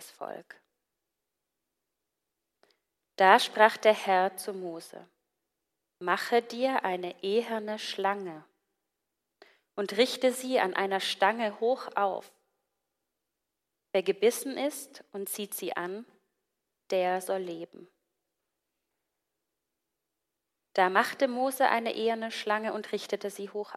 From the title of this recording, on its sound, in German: Gottesdienst vom 25.02.2024